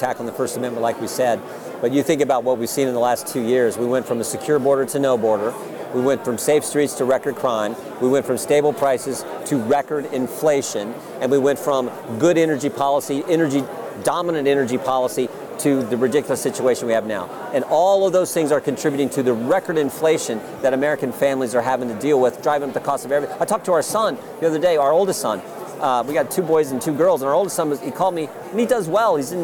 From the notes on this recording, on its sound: LIVE FROM CPAC